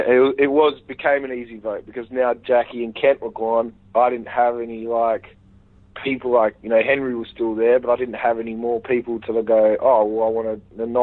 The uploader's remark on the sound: over an hour on the phone